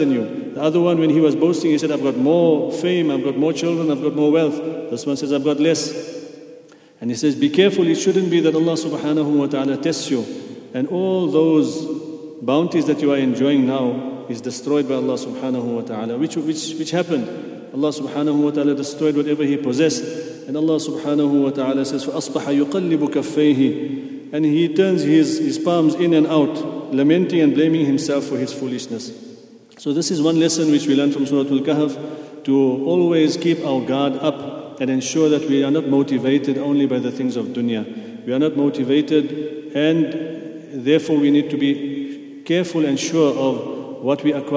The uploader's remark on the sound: at the Houghton Masjid (West Street)